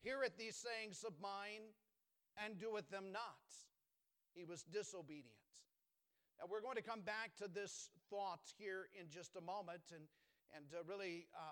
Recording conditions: large echoing room